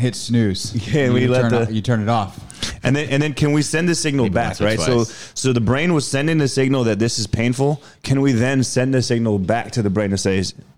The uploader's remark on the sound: recorded at Onyx Elite's Winter Performance Camp